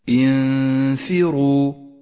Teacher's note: انثروا النون الساكنة وبعدها حرف الفاء، نخفي النون بالفاء مع بقاء غنة للنون زمنها حركتان. · Term: الإخفاء